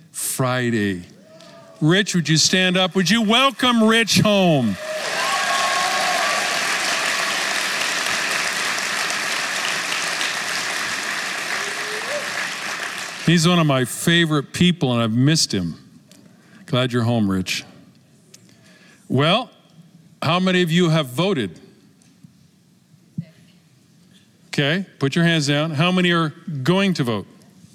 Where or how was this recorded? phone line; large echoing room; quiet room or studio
large echoing room